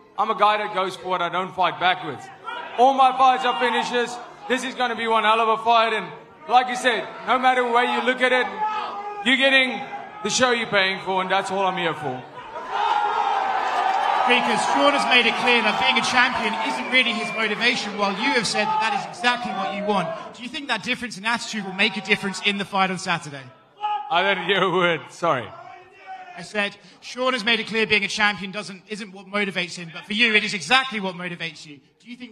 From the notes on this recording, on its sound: Pre-Fight Press Conference (AMP'd).